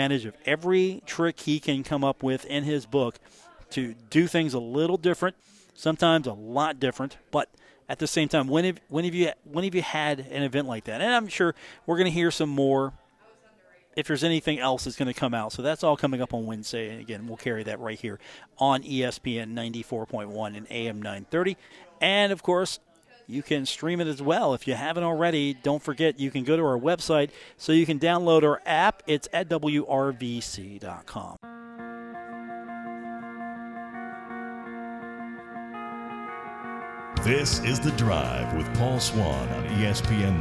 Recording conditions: busy venue